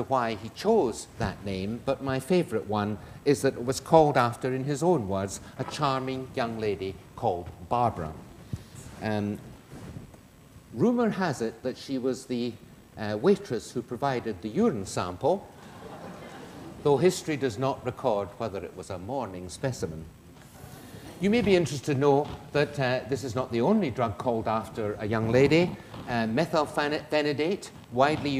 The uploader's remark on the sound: This lecture is part of the Medical Detectives, a series of public lectures. In the Anatomy Lecture Theatre at the University of Edinburgh.